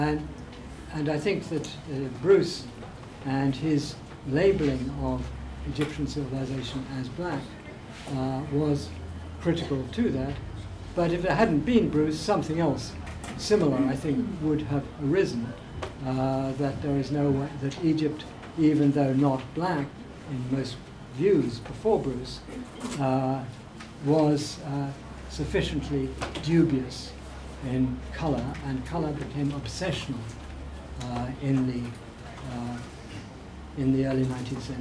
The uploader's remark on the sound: speaking at the African Athena conference